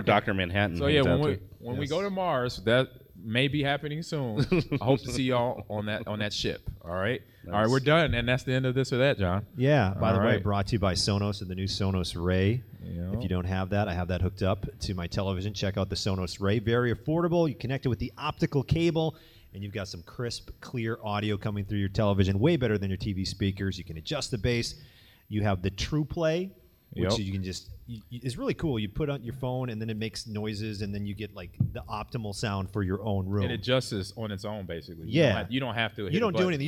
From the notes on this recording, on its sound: Live from the Fan Expo in Chicago